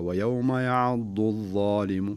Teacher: تقول ليش يقول مشدد، لا تقف عليه كثيرا، شدد لكن دون أن يكون زمنه طويلا بحيث أنه يشابه النون أو الميم المشددة